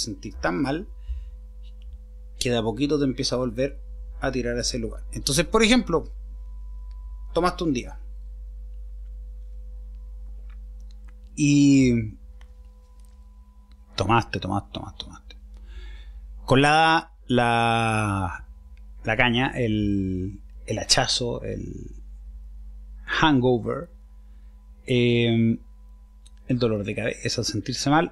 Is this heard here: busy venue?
no